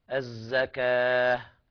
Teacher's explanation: إذا وقفت على التاء المربوطة تقلب هاء